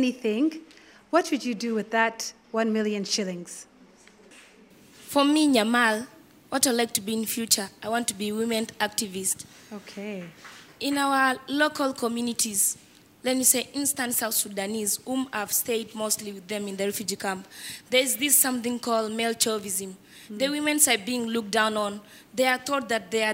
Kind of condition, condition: setting, live audience